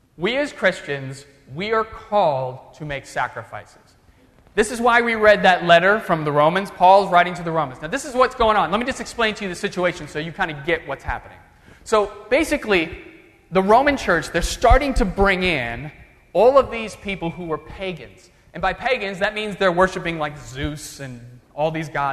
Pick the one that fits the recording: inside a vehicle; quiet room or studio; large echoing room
large echoing room